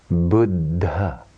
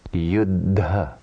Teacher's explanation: Here, th becomes aspirated th. The final soft d of the root causes the hard aspirate t to become soft aspirate d.